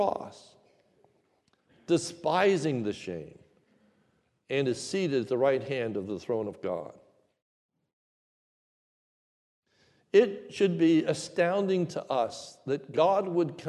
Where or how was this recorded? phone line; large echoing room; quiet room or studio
large echoing room